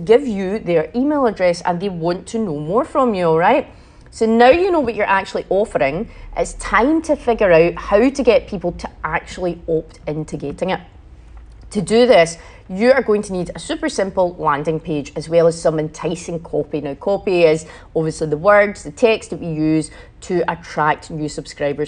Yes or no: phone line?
no